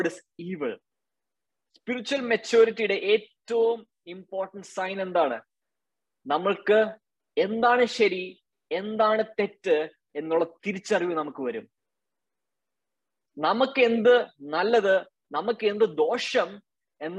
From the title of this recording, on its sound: Zoom Meeting